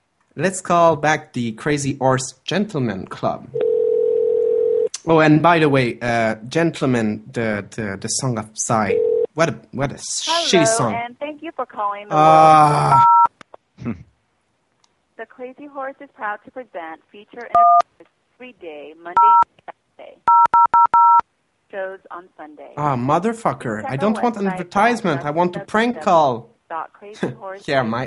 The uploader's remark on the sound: Prank Phone Calls